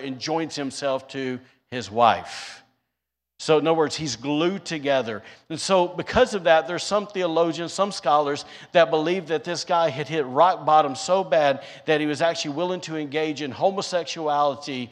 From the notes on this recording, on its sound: Was recorded on Sunday, May 29th, 2022, during service at The Anchor Church in Rockport, Maine.